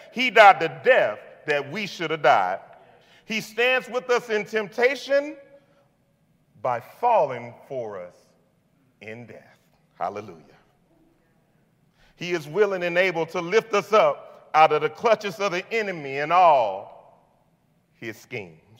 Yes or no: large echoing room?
yes